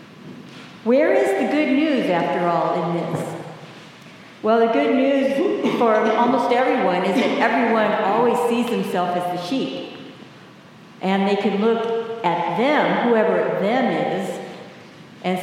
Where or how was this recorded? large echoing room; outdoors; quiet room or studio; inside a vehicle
large echoing room